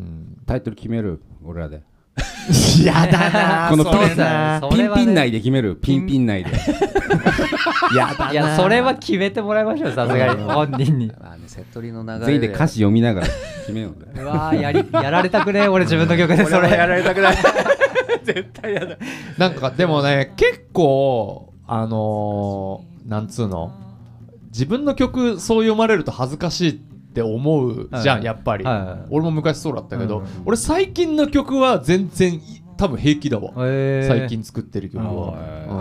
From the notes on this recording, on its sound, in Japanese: 公開収録ラスト！